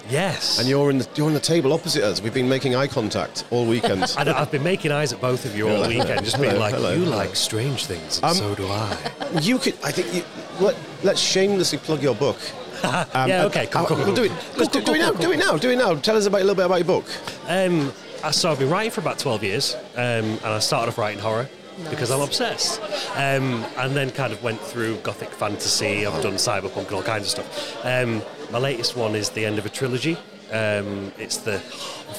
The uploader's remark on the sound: In this episode we are recording live from SciFi Scarborough, and we invited guests to come and share their personal experiences with the supernatural with us.